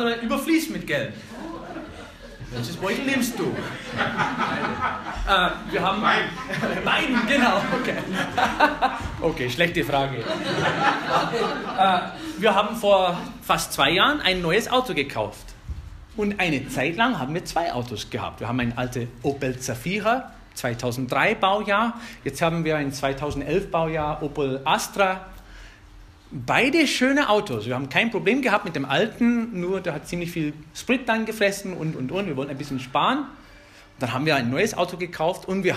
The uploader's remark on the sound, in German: Eine Predigt aus der FBG Oberpfraundorf